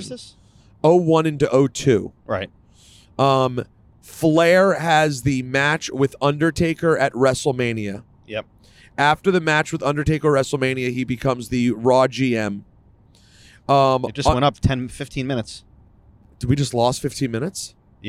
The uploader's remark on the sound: Live from the car on the smooth road to Montreal for the Elimination Chamber.